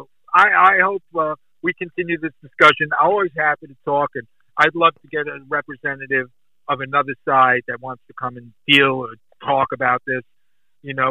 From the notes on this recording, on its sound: Recorded via phone call